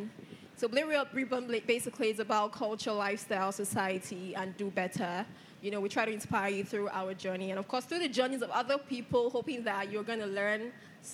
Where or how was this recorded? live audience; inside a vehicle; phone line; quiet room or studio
live audience